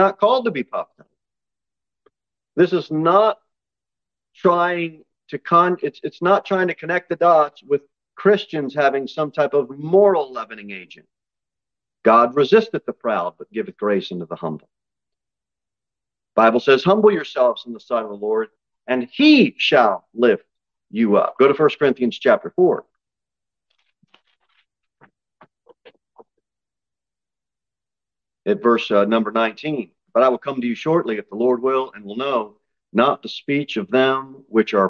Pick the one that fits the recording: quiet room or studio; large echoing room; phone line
large echoing room